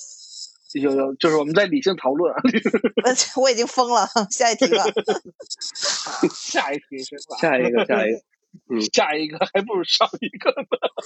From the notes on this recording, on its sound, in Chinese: 是我们第一次尝试线上录制，音质效果欠佳。